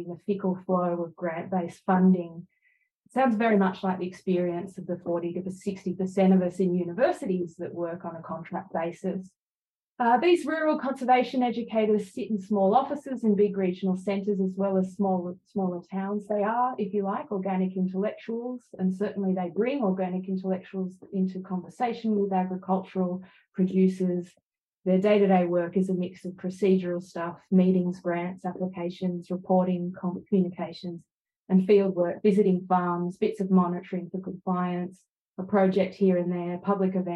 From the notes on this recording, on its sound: This event was held via Zoom